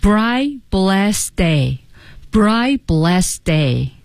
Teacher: the bright blessed day 都有 T 和 D 在尾部失去爆破